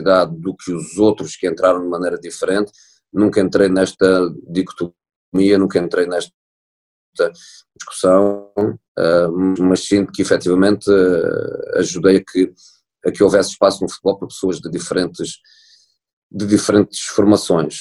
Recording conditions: video call